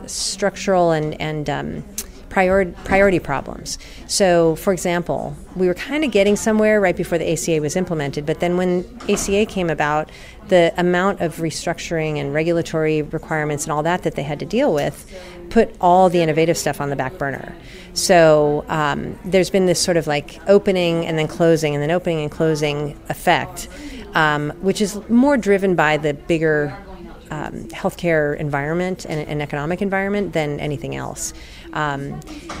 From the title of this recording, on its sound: Live from #WinterTech